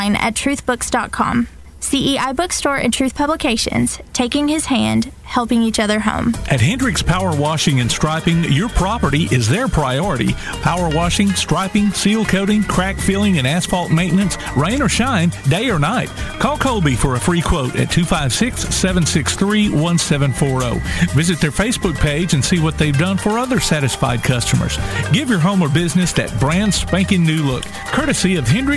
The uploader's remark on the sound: Live at Athens Stadium